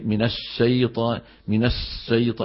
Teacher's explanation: تقديم مخرجها قليلا عن وسط اللسان فيخرج صوت مشوب بالسين